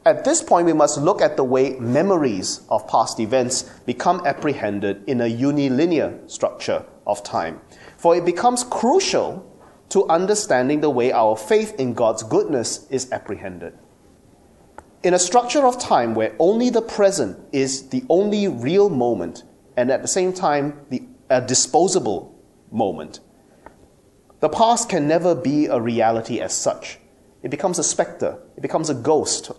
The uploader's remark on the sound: At the Theology and Communications Conference 2014 at the University of Santa Clara, California